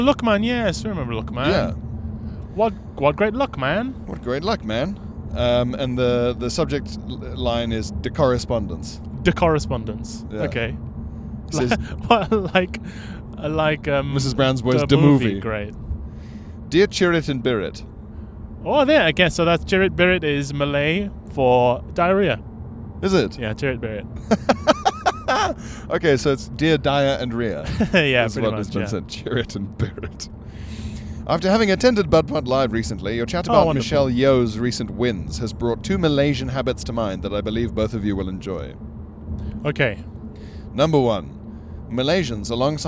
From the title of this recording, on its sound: CarPod!